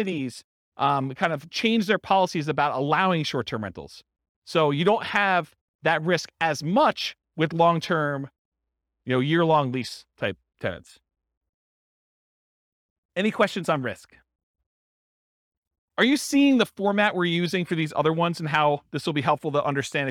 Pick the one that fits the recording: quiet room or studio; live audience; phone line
live audience